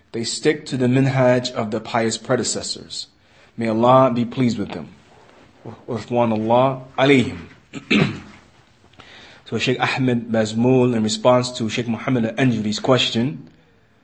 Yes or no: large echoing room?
yes